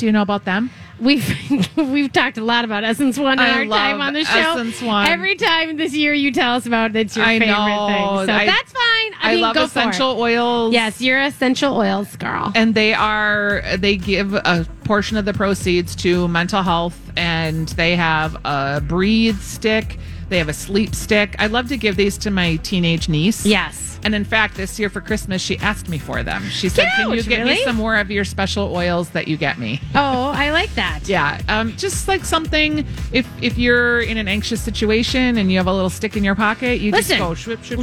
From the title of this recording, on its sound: Live at the Fair